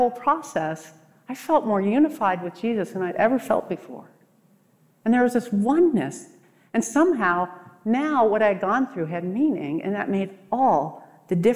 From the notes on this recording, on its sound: What you’re about to hear is a very personal talk I gave at the 2023 RESTORE conference.